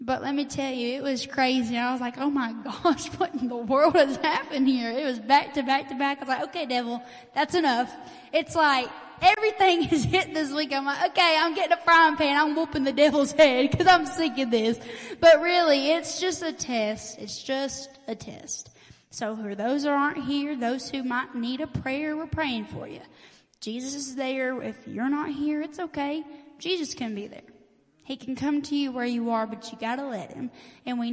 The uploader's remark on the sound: LIVE SERVICE. Preaching at Family Worship Center in Athens Tennessee.